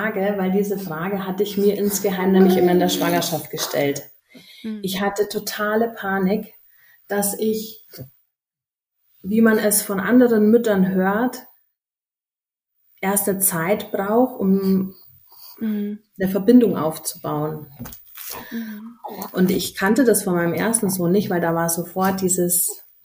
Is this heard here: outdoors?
no